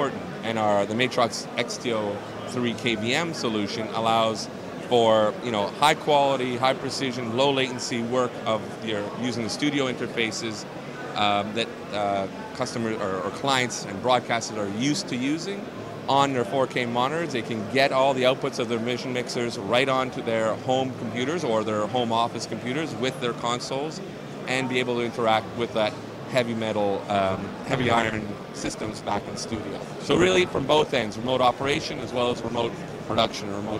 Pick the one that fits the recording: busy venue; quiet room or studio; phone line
busy venue